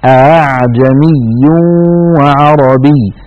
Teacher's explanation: هكذا الأصل، الأصل أن يقول أأعجمي وعربي، لكن حفصا رحمه الله رواها عن شيخه عاصم أعجمي وعربي بتسهيل هذه الهمزة بالذات